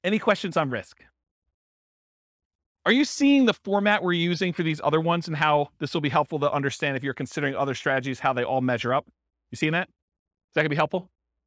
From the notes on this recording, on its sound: This was a live class recorded